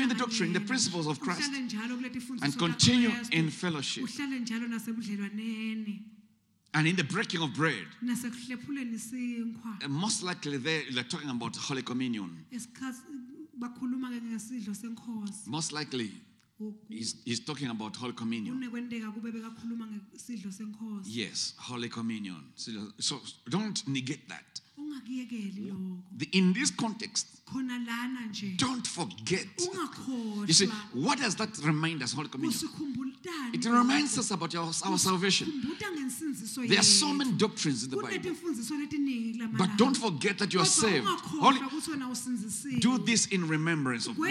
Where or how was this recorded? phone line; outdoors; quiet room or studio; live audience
live audience